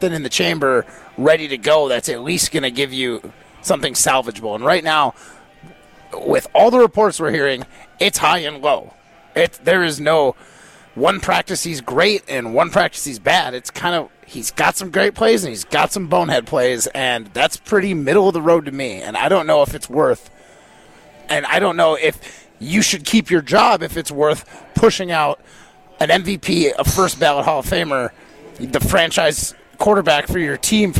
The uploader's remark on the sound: broadcast live from X-Golf in Middleton